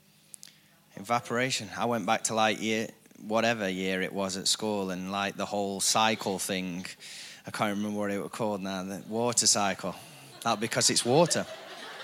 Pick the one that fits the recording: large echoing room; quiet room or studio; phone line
large echoing room